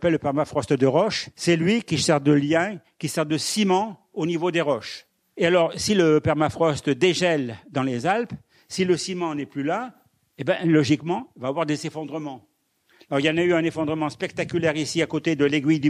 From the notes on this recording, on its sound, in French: Enregistré par RCF Charente le 12 octobre 2022 à l'Université du Temps Libre à Angoulême.